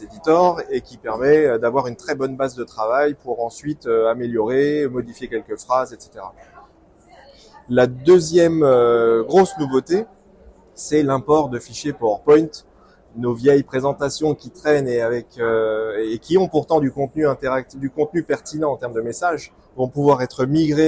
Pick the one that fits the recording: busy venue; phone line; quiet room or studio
busy venue